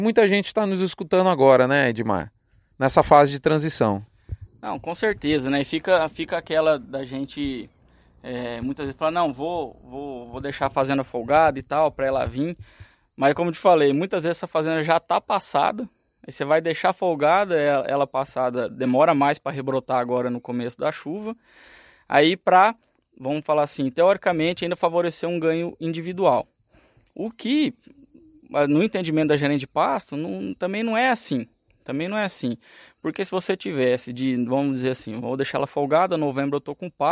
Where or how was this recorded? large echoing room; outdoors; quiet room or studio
outdoors